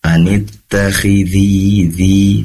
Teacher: dzal ini memiliki sifat tipis, yaitu menekan ke bawah pangkal lidah.